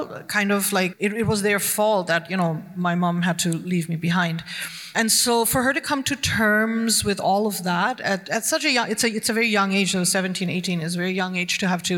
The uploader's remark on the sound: We feature a Portland Book Festival event with two prominent young adult novelists whose work appeals to readers of any age.